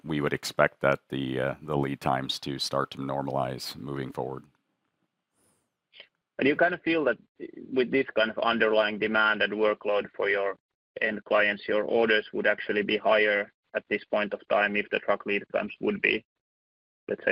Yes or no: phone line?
yes